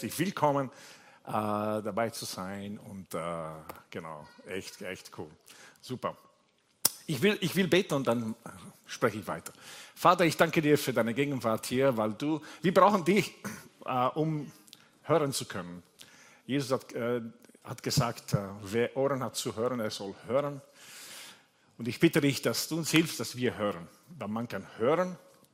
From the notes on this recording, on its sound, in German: Gottesdienst live aus der LIFE Church Wien.